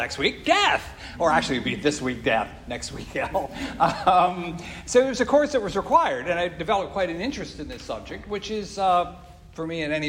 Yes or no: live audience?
yes